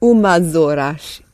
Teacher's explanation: When the S is sitting between two vowels, you run them together.